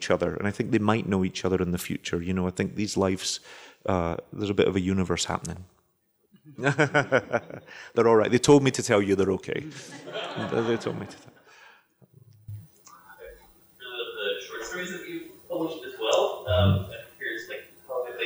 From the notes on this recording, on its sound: Recorded in front of a live audience at Powell’s City of Books in Portland.